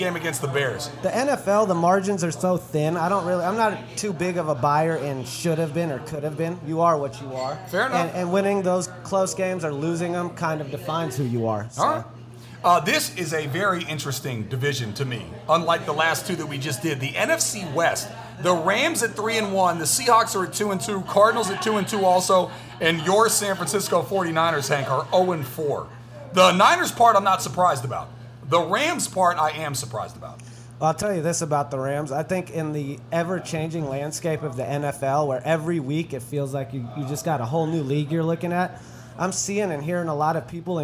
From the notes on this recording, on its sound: There is also video of this episode ( ) shot on location at McGee's in Alameda.